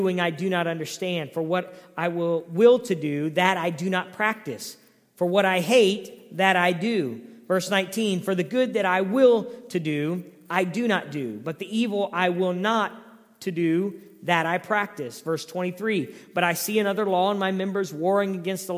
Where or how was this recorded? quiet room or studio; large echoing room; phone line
large echoing room